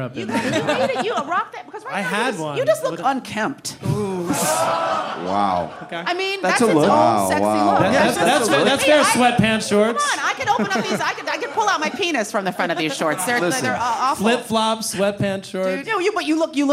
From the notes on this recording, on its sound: taped this past Sunday at the Los Angeles Podcast Festival